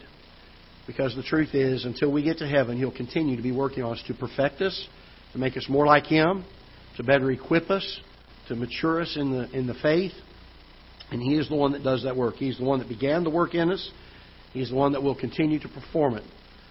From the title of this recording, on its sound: Ketha Heights Baptist Church ~ Live Broadcast